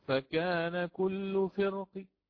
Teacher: فآتي بالروم في حركة الكسر في القاف